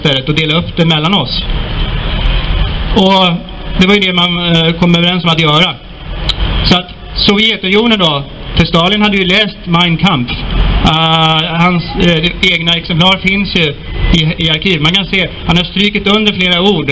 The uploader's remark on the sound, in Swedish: 3 november 2019 på Raoul Wallenbergs torg